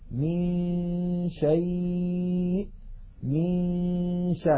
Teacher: من دون، أن كان، من قبل، من شيء، من شاء. من الميم ننتقل إلى مخرج الشين وننطق غنة من الخيشوم، فإذا انتهى زمن تلك الغنة نطقنا الشين · Term: حكم الإخفاء